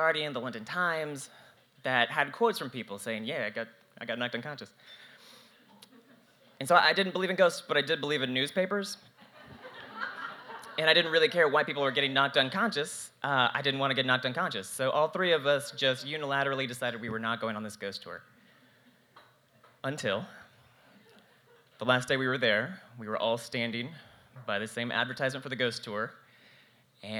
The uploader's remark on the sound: This October The Yarn gathered some of the spookiest stories from central Arkansas storytellers and they performed them live from the South on Main Stage.